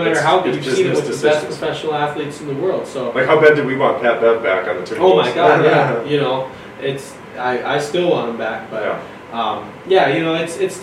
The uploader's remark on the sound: Apologize for the audio. One of our mics got messed up so we had to use the camera audio for this episode.